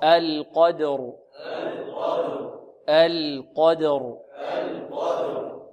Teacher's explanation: إذن اللام مرققة والقاف مفخمة والدال مرققة والراء مفخمة